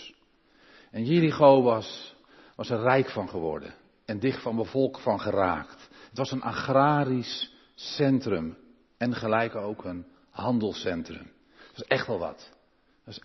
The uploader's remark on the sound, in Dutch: De preek is op 29 januari 2023 opgenomen in de Maranathakerk te Groningen